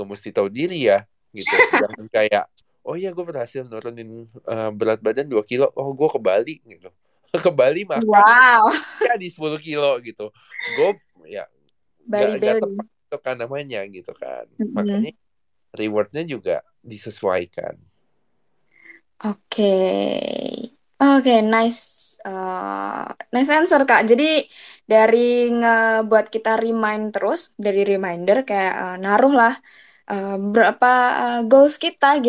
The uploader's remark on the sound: recording twitter space